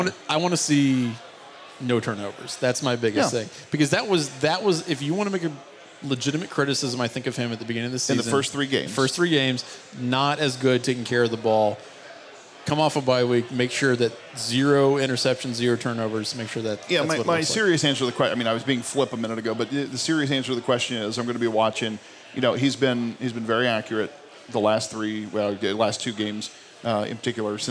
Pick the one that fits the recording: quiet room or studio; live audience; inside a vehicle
live audience